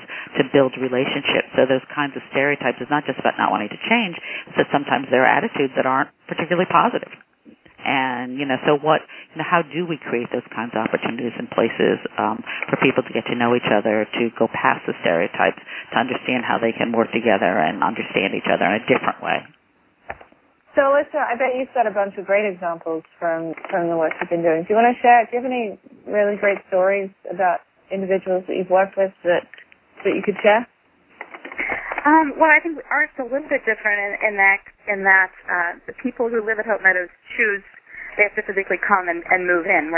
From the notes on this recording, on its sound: Call recorded on December 8, 2011.